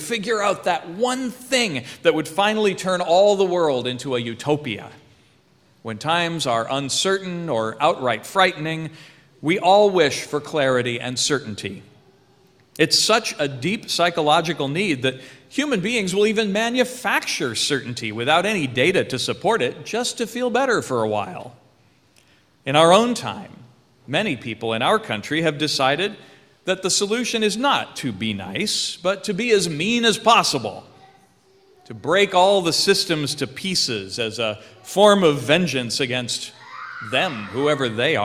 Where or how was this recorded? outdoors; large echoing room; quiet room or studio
large echoing room